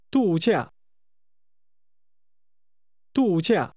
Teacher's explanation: There are two falling tones.